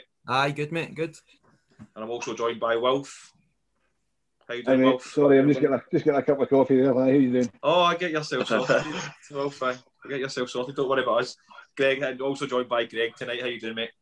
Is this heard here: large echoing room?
no